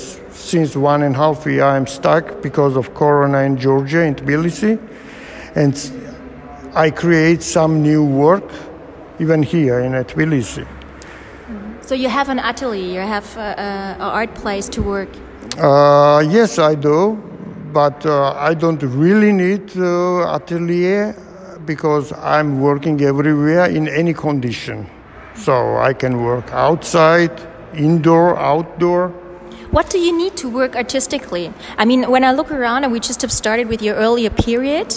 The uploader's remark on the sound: while walking through his current solo exhibition